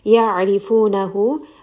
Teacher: Ayn is going to be from the middle of the throat. Ayn is also a letter of tawassut.